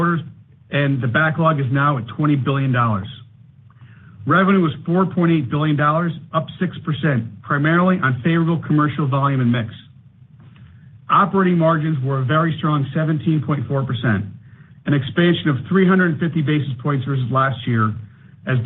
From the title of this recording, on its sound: Q4 2023 Earnings Conference Call